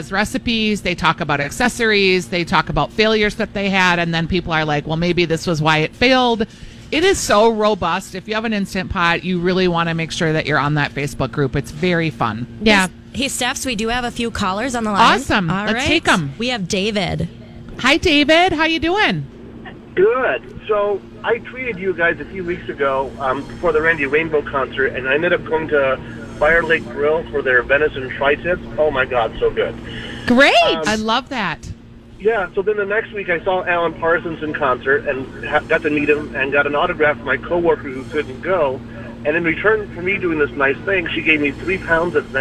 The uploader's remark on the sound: Live Broadcasting at El Burrito